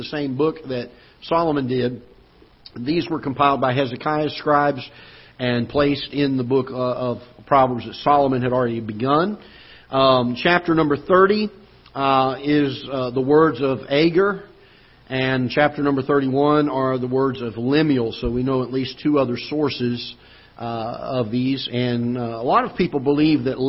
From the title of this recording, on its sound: Ketha Heights Baptist Church ~ Live Broadcast